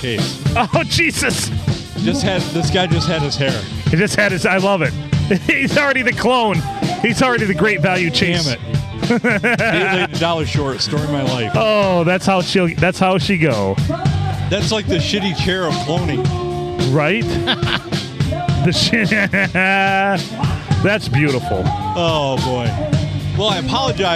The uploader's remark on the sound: Recorded at Tuscolapalooza 2023!